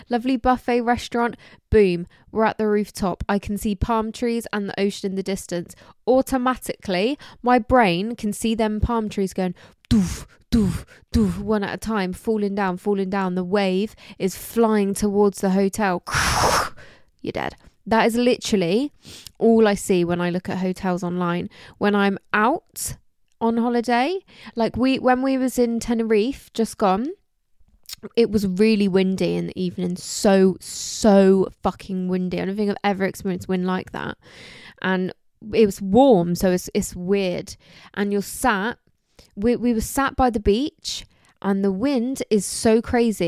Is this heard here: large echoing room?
no